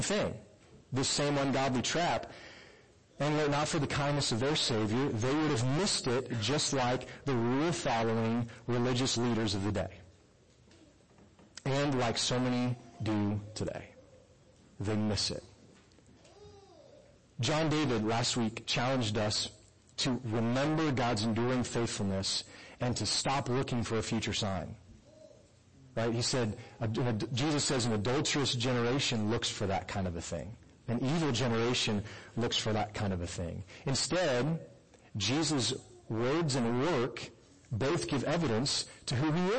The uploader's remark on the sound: poor audio quality - sorry